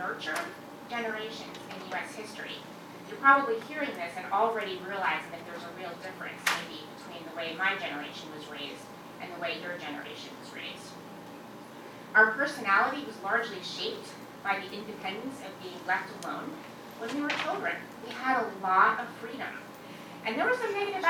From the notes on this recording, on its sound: delivered these remarks at CBLPI's Capitol Hill Intern Summit in Washington DC on June 3, 2016.